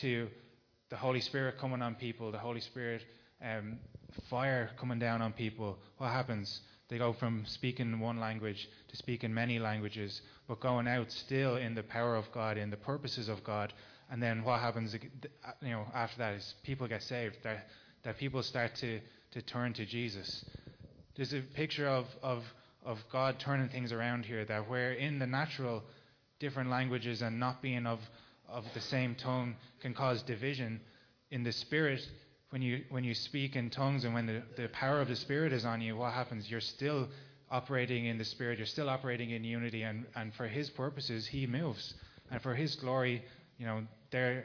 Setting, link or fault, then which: setting, large echoing room